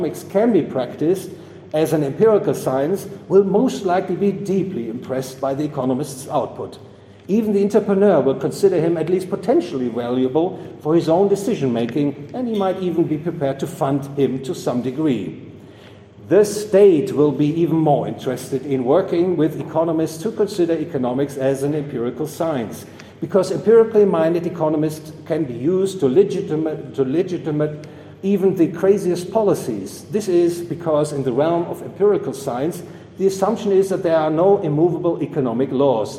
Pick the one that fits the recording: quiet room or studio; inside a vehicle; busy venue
busy venue